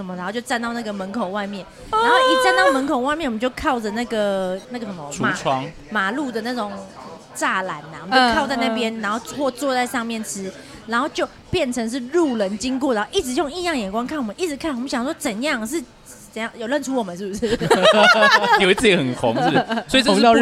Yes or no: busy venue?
yes